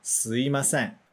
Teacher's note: Mas, na prática, muita gente muda esse mi para i e a gente fala すいません.